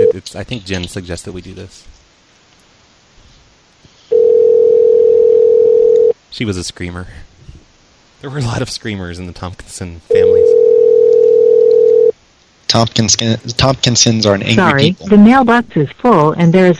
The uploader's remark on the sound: …'s Personal Prank Phone Calls Collection.